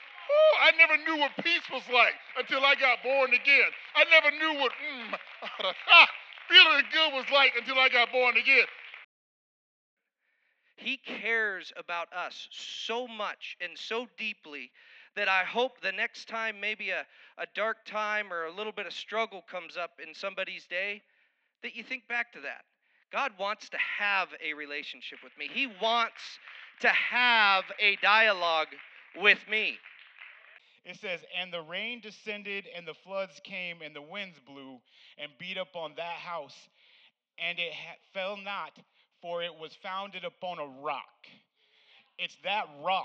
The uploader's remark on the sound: Snippet from Wednesday Night Service on 9-28-22